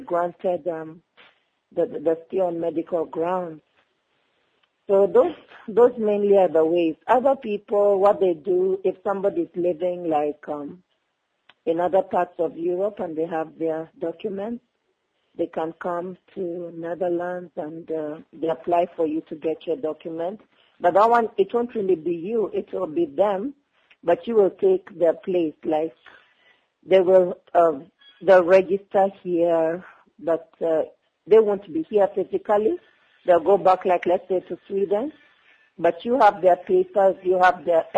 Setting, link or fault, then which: link, phone line